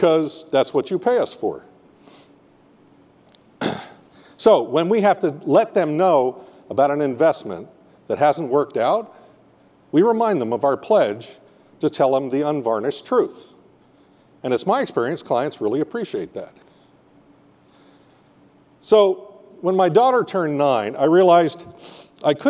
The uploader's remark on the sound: got up on stage at the 2019 KMS Convention in Seattle